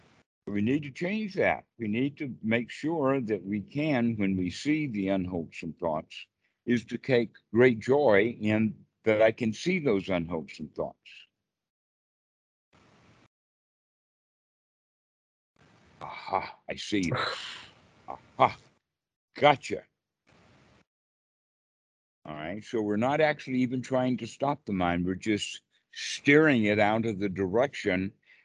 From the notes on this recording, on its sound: Skype calls on this channel. The date in the title indicates the date the call was recorded.